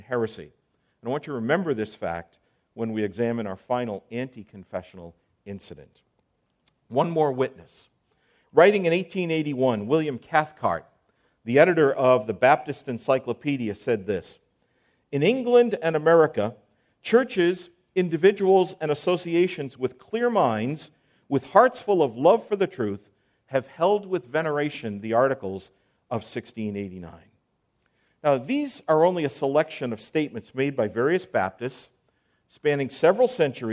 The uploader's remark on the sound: On January 16, 2024 at the IOPT Pre-conference on A Time For Confessionalism, preceding the 2024 National Founders Conference in Southwest Florida.